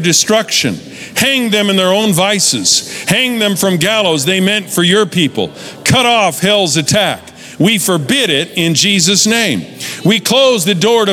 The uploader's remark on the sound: Recorded live at Capital Church in Meridian, Idaho